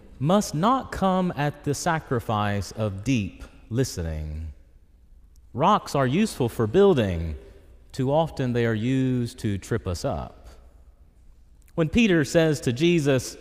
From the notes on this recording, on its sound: This homily was preached in Church of the Ascension, Knoxville, Tennessee